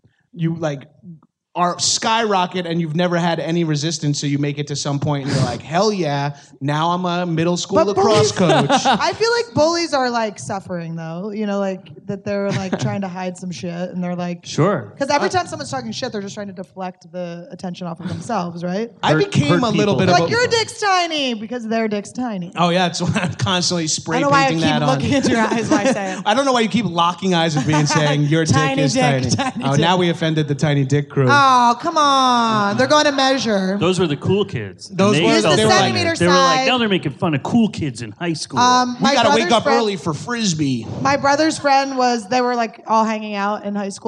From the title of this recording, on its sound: LIVE at Just For Laughs